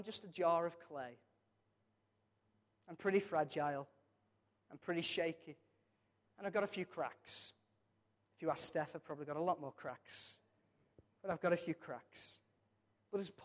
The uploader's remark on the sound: Recorded from our Sunday morning service